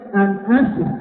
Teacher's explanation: إذا وقف عليها القارئ يقف أن أسر بالترقيق أولى